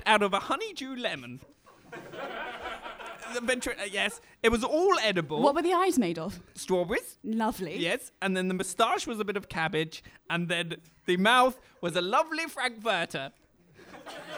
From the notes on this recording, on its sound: Improvised in front of a live studio audience, this show rewrites history, without a script!